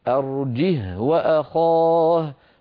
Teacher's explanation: ليس للهاء حركة حتى أشبعها، لا ضمة ولا كسرة، وبالتالي هذه الهاء لا صلة فيها، أرجه وأخاه، فالهاء ساكنة وصلا ووقفا.